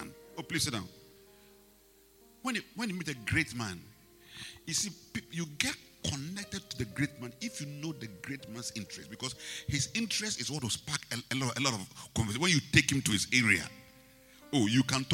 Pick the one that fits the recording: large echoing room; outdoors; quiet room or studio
large echoing room